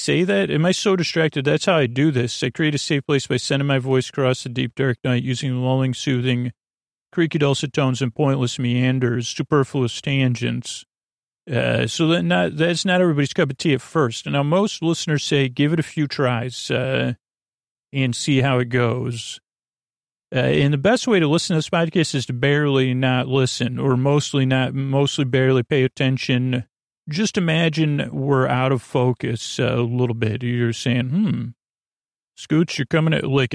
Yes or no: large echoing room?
no